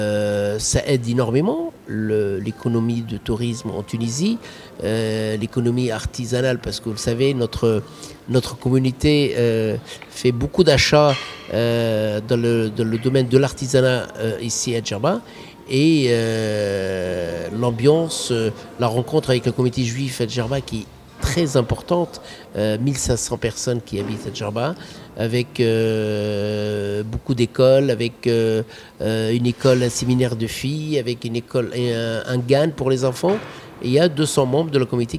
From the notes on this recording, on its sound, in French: En direct de « La Ghriba » à Djerba.